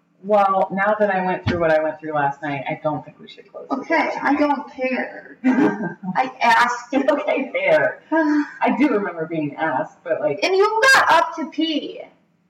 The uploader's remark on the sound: Our apologies for the audio quality…but never the vibe! We’re so used to long distance, we were too busy being excited to be in the same room to notice!